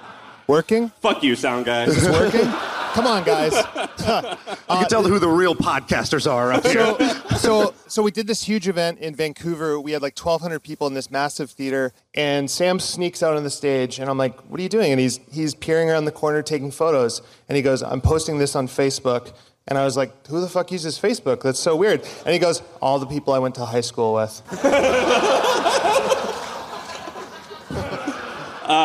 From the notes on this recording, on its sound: My First Million Live Event. (Austin, Texas). In Austin, TX for a live MFM event.